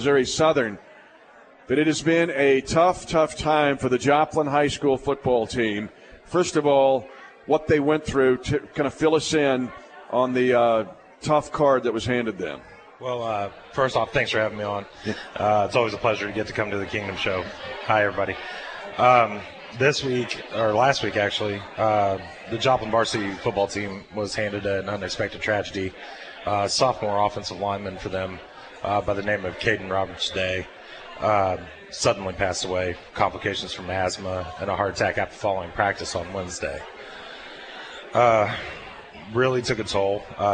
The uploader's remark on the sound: live at Hy Vee in Lee's Summit